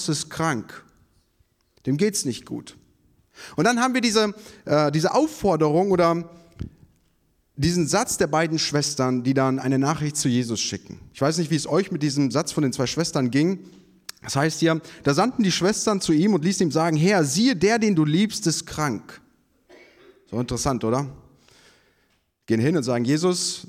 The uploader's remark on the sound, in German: Predigt vom Gottesdienst